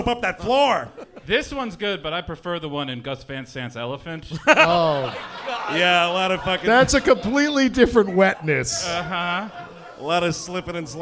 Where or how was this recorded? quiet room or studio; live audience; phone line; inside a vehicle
live audience